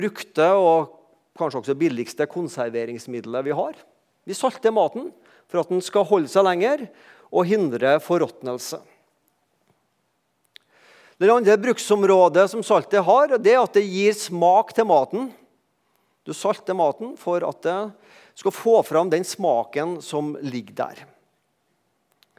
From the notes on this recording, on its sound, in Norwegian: talte på gudstjenestei Misjonshuset